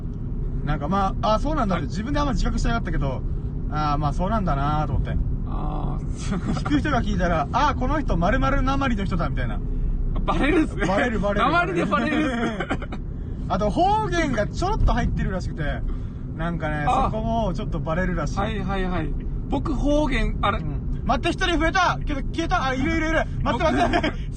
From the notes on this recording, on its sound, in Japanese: ダラダラドライブトーク。コラボ収録。